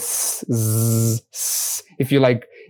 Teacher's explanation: With S, you don't vibrate your vocal cords. · Term: voiceless